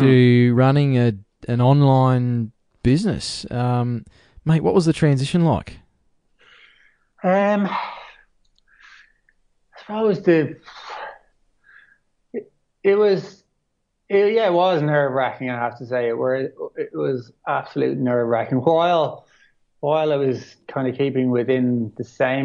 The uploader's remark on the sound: only in this case, the bar is actually a Skype chat